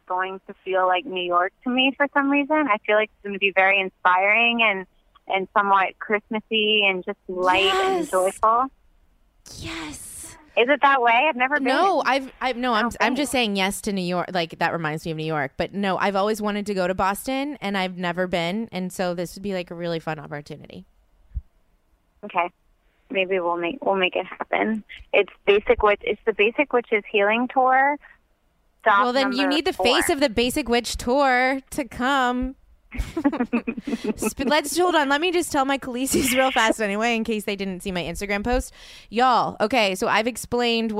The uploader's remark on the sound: records her phone conversation with her best friend